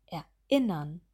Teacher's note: Wir setzen hier neu mit der Stimme ein. Wir verbinden die Vorsilbe nicht mit dem Rest des Wortes. Ihr könnt für den Vokaleinsatz eure Faust ballen und die Hand ein bisschen bewegen, nach vorne bewegen.